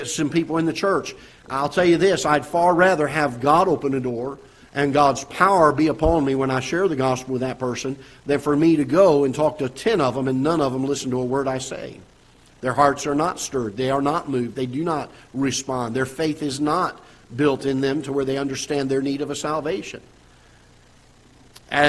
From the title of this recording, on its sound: Ketha Heights Baptist Church ~ Live Broadcast